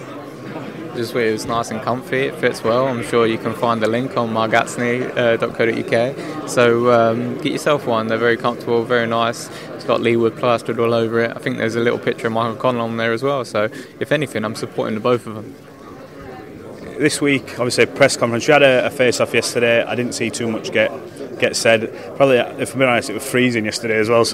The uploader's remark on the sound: at the press conference